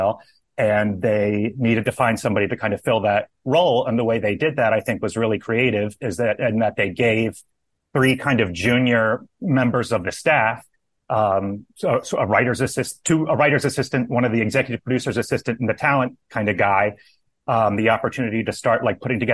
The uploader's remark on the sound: Joined me over Zoom.